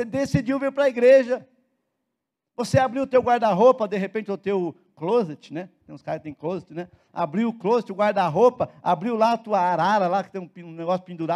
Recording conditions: large echoing room